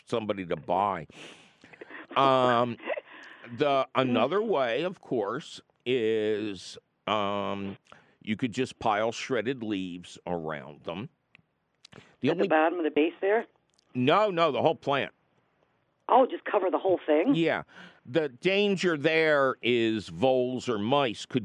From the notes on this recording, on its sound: YOUR fabulous phone calls!